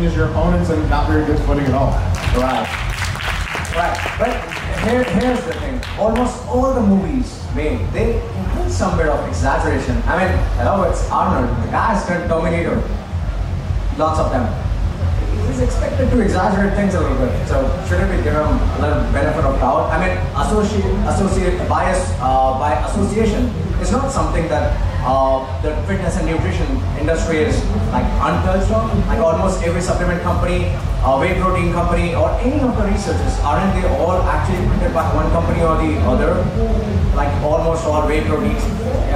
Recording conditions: live audience